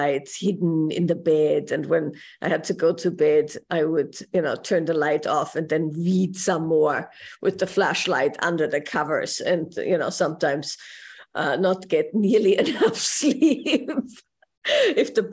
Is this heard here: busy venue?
no